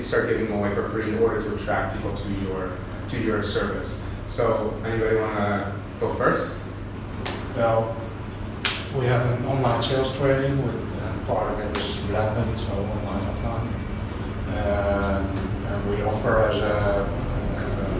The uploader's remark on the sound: Live Workshop Inside The Entrepreneur House. This is an actual recording of a workshop at The Entrepreneur House ~ Chiang Mai.